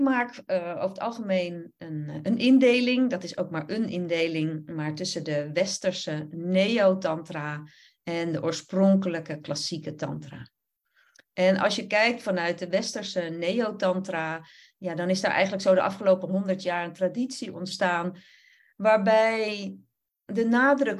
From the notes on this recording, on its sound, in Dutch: Opname van een webinar. Deze aflevering is een opname van het webinar. Je hoort enkele ervaringen van deelnemers.